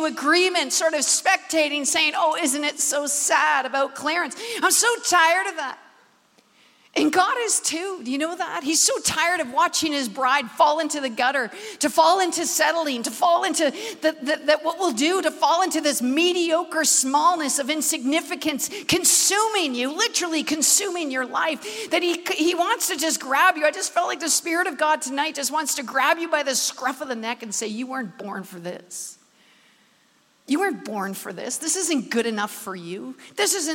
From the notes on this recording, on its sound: Recorded at the Manchester Apollo